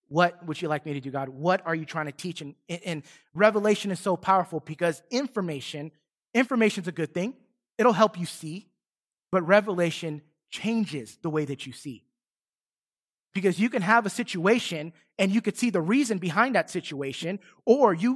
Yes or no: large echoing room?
yes